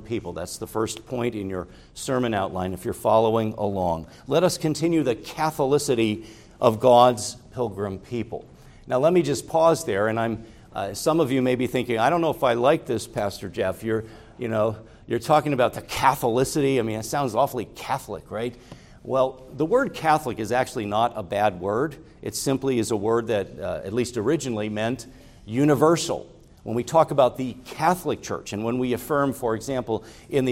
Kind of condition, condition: setting, large echoing room